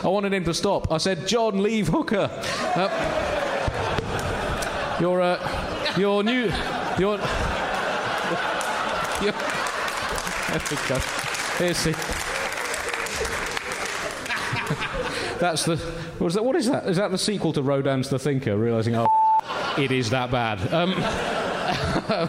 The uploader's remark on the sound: Recorded live at New Town Theatre in Edinburgh.